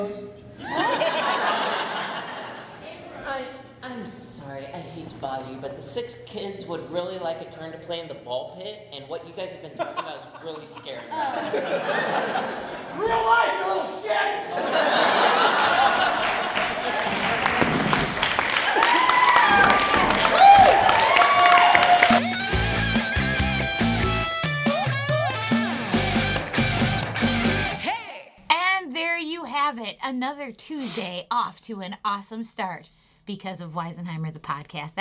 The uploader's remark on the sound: The purging of LIVE episodes continues with another all-new, uncensored, and totally improvised episode of Wisenheimer: The Podcast! A packed audience at The Establishment for a hilarious evening of improv comedy with a romantic theme.